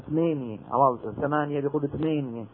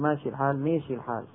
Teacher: أهل حلب عندهم شيء من الإمالة